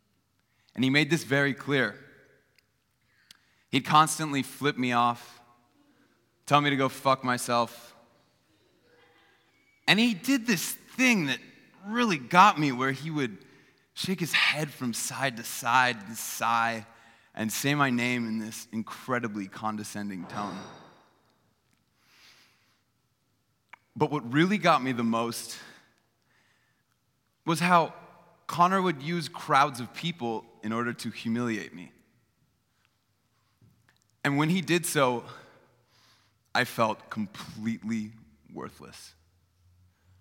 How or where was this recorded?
live audience